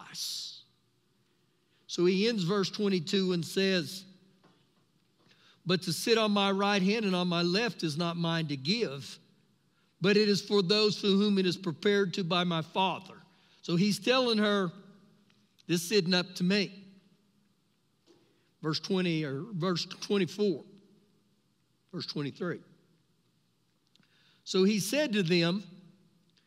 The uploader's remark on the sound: Recorded live during our Sunday morning service